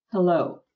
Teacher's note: Легкий-легкий выдох. H, буква H, это просто легкий выдох.